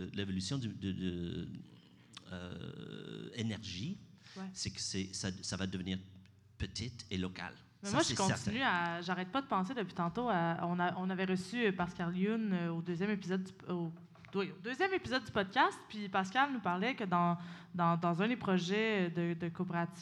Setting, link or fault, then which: setting, live audience